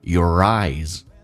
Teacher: Your 跟 eyes 有一个连音， R 跟 I 叫 ri, your eyes